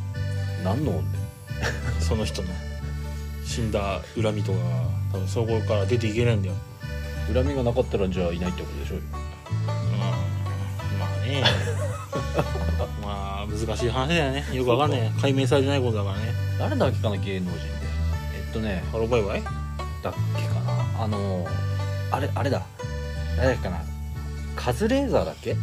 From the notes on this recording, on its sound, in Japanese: 雨の中の収録となった今回